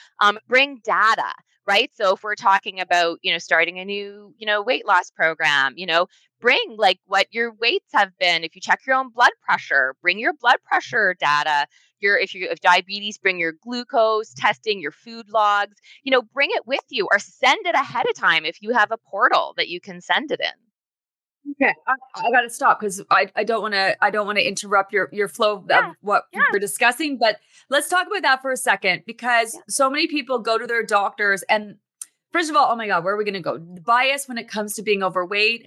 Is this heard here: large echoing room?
no